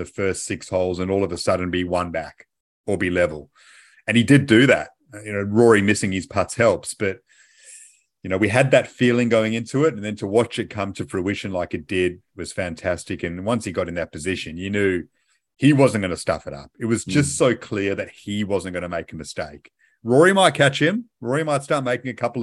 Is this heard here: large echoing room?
no